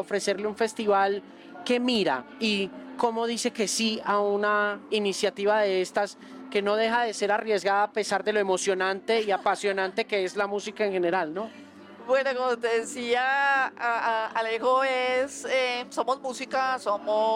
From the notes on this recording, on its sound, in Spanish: En una entrevista realizada desde el Festival Cordillera.